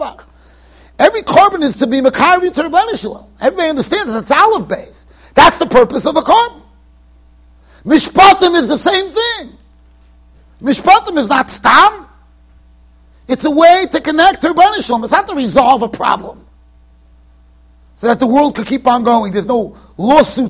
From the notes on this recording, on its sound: Shiur recorded in Yeshivas Ohr Reuven, Monsey NY.